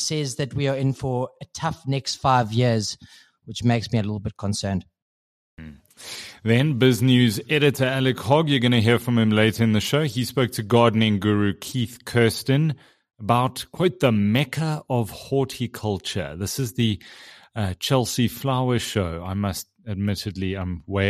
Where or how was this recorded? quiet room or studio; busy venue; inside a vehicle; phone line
quiet room or studio